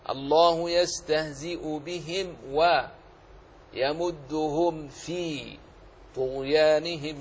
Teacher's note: الحذر أن تقرأ الله يستهزئ بهم ويمدهم في طغيانهم، يمدهم في وهم فيها وهم في، هذا هو الخطأ. المطلوب إظهار الميم الساكنة